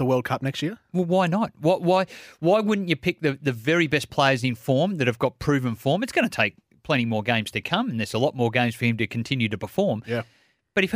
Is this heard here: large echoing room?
no